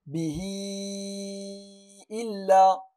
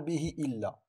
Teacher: مددت 6 حركات هنا · Shown in: first take